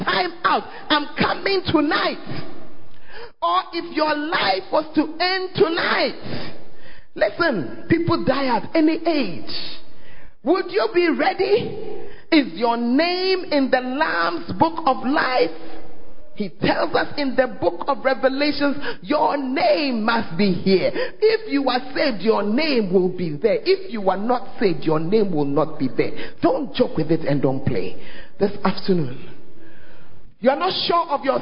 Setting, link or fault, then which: setting, large echoing room